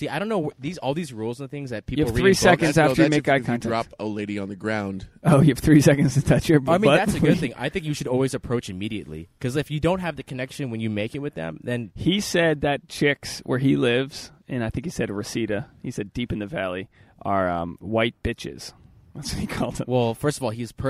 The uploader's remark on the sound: This episode was recorded LIVE from a yard sale.